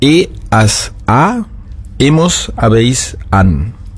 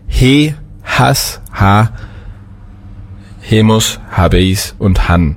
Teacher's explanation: Das H ist natürlich im Spanischen stimmlos · Shown in: first take · und daher haben wir dann e, as, a, hemos, habéis, an.